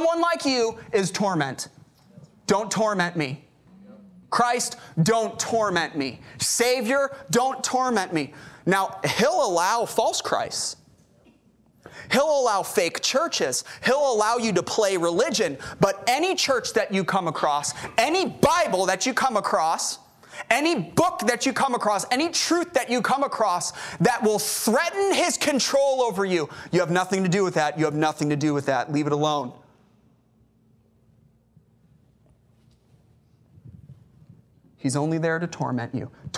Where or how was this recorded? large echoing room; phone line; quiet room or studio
large echoing room